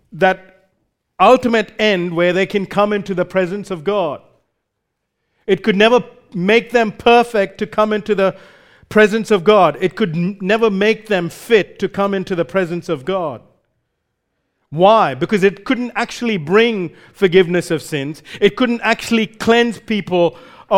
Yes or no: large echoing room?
yes